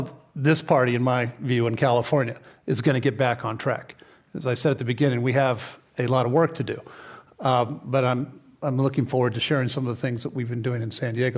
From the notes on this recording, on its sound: This program was recorded in front of a live audience at The Commonwealth Club in San Francisco on February 6th, 2019.